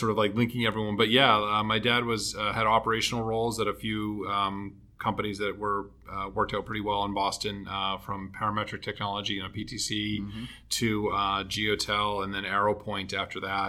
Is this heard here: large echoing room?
no